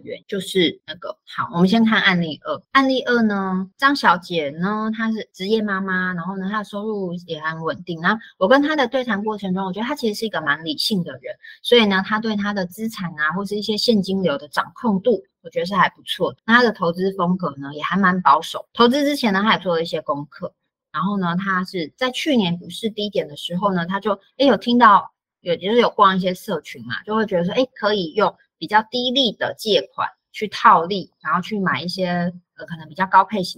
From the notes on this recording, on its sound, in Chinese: Live Talk 語音直播。現場直播回放，音質不好請包涵。